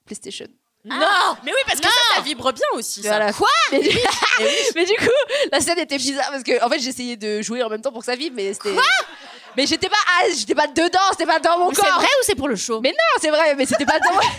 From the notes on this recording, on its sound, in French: Pour ce dernier enregistrement live de 2023 on a beaucoup ri, et le public s’est beaucoup (trop ?) livré !